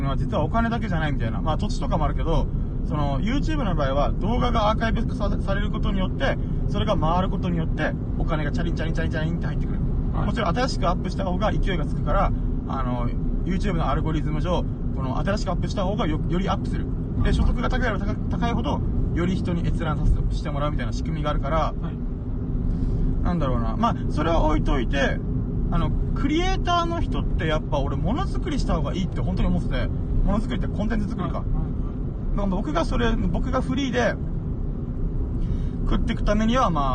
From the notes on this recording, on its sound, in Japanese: ダラダラドライブトーク。コラボ収録。